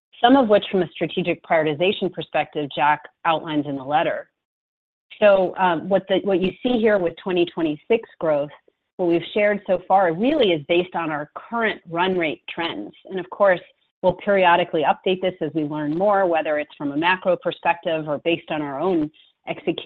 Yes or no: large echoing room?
no